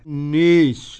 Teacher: لفظ الناس بالجر كده قرأه دوري أبي عمرو بالإمالة. نيس إمالة كبرى.